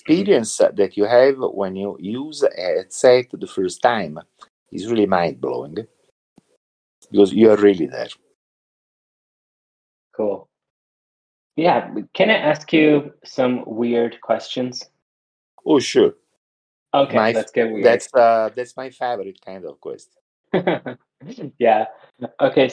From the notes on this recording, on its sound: Recorded this episode of the Turing Church podcast from Discord. I recorded this episode of the Turing Church podcast from Discord using Craig , a voice channel recording bot for Discord. The audio is crisp and clear.